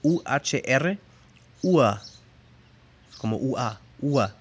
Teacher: Hay vocal largo antes por la H y la R se vocaliza como una A. Por ejemplo, la palabra de reloj UHR, UA como UA, UA.